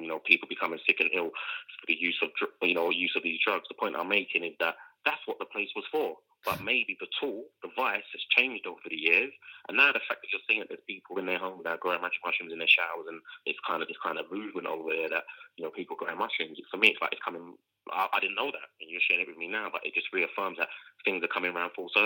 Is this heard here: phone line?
yes